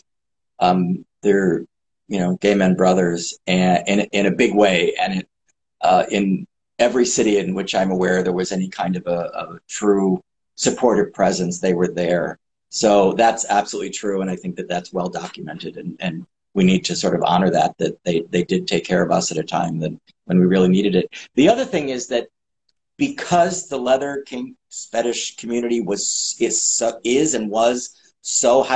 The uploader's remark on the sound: Recorded on 27 August 2022 on Instagram Live